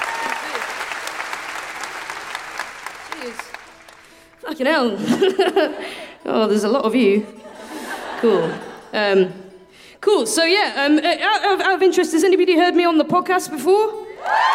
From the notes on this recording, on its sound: Recorded 20 February 2020 at the TSB Arena in Wellington.